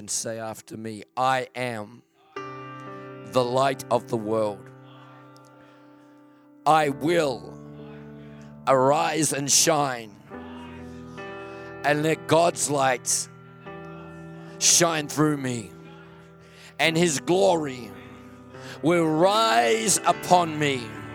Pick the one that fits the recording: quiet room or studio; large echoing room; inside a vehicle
large echoing room